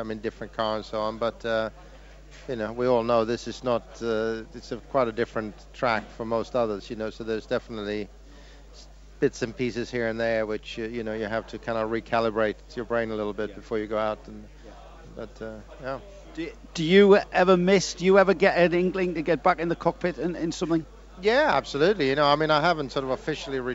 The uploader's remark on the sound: Live from Le Mans.